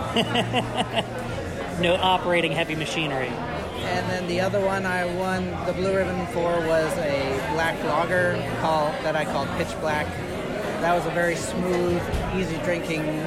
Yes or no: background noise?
yes